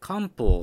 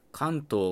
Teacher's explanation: 漢方の方はアルファベットで書くと M を使うような唇を使った「ん」っていう発音なんですけど、関東の方は N を使うような歯茎の裏にね、舌先を当てるような発音になっています。これは後ろに出てくる音が漢方だったら「ポ」っていう音が唇を使うので、まあそれに引きずられてるし、関東だと「と」っていう音が、まあ、歯茎の音なのでそれに引きずられてるっていうだけのことなんですね。なので日本語の「ん」っていうのは唇で発音し